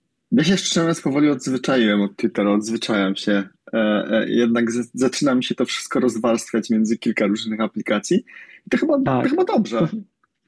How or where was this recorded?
video call